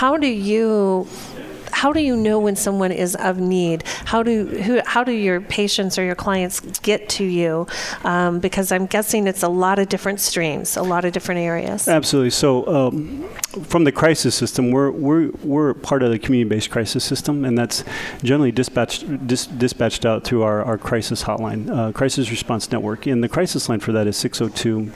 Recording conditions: busy venue